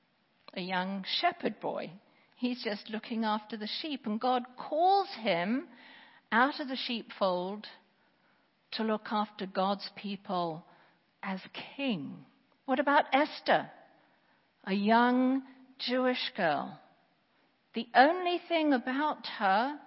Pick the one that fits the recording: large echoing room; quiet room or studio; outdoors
large echoing room